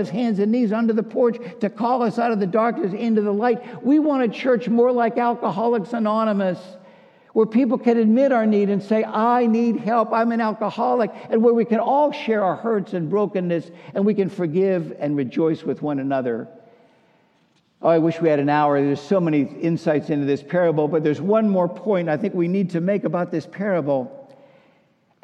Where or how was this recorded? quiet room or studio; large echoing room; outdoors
large echoing room